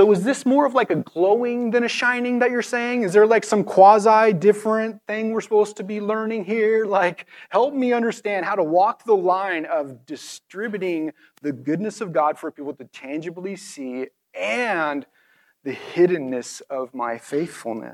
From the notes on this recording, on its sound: This message was recorded on April 23, 2023, at View Ridge Middle School in Ridgefield, Wa.